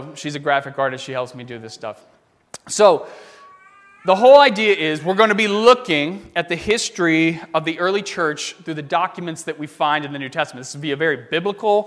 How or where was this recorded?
large echoing room